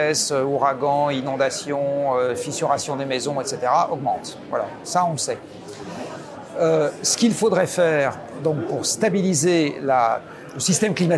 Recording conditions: busy venue